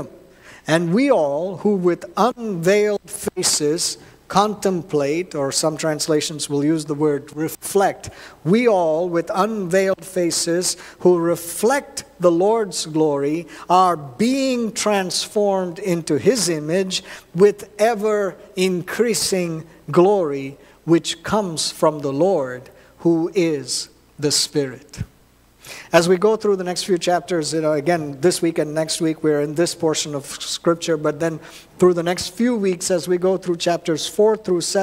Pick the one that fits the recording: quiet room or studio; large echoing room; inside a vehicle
large echoing room